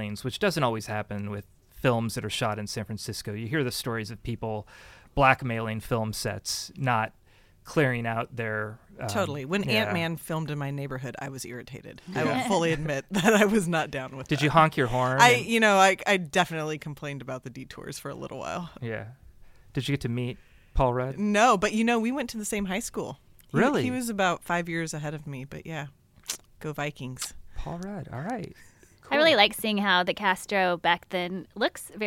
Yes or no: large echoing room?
no